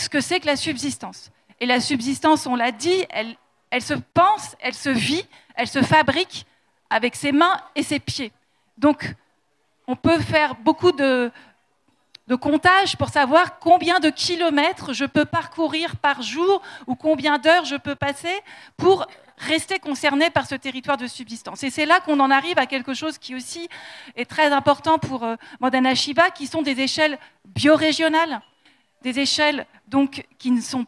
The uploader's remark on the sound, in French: Conférence enregistrée en public à la REcyclerie